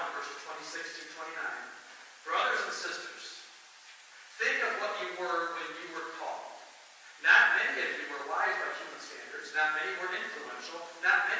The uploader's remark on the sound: Please forgive the quality of the audio as we are experiencing some start up issues on a new sound system.